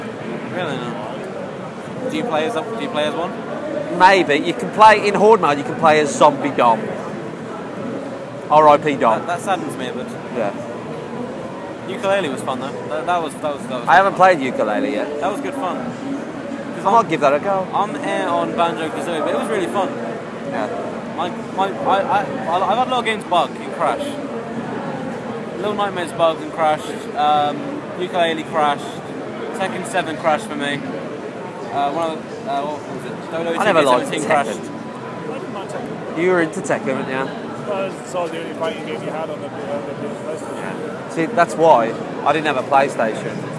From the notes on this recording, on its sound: EGX 2016 Sunday. The last day of EGX, everyone is tired and we started to feel like zombies walking around the show floor.